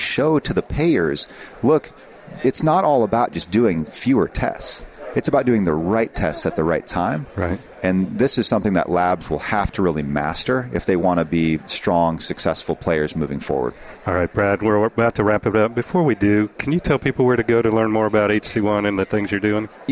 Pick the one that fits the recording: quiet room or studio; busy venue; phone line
busy venue